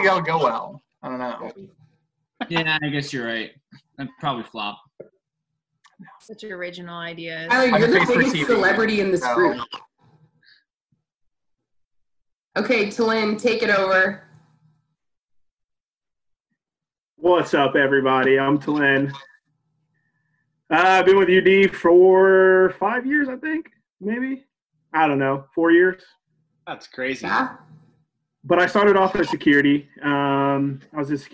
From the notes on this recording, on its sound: A few of our leaders sat down (in their own homes of course) over a ZOOM call.